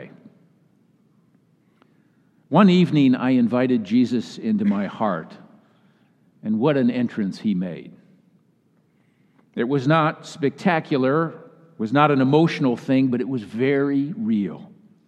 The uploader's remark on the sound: Message delivered during the Classis Worship service.